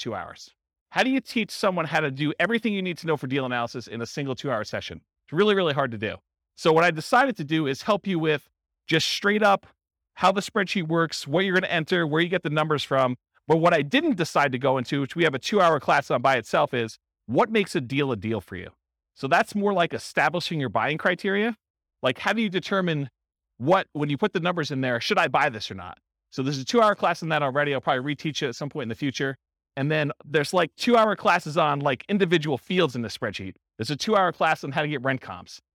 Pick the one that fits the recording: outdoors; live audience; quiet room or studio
live audience